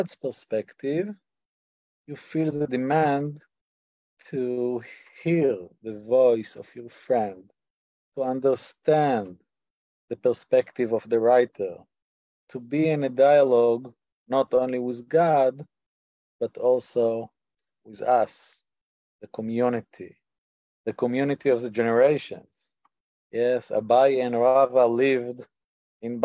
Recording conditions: video call